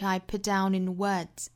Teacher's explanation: put 尾部的这个 t 的音省略掉